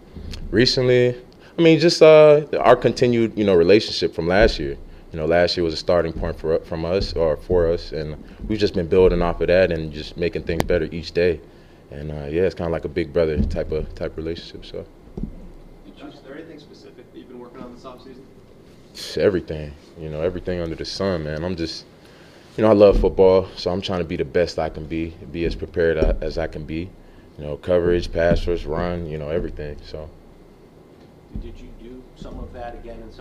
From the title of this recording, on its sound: Press Conference